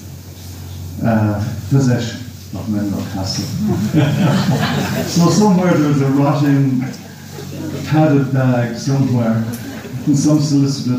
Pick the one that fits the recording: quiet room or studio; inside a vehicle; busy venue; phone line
busy venue